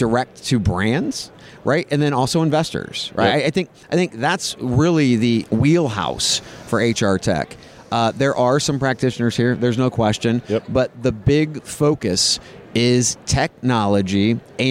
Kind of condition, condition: setting, busy venue